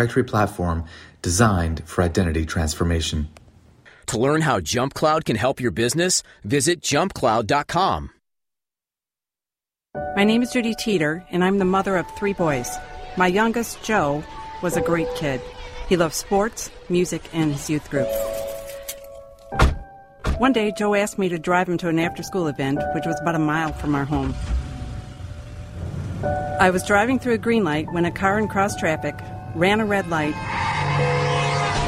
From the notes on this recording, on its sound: live from CPAC